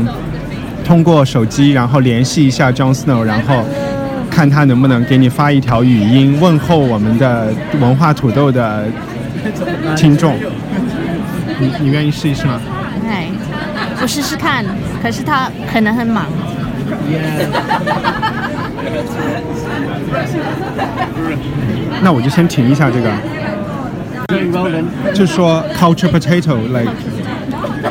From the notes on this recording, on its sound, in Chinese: 在爱丁堡看演出。只能用手机在酒吧里录一期不剪辑的人物采访。采访有酒吧背景杂音，权当增添了节日气氛吧。